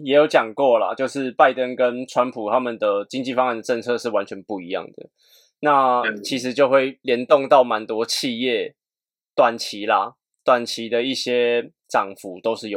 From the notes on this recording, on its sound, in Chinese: 我們這次用遠端來錄音。音質聽起來不是很優。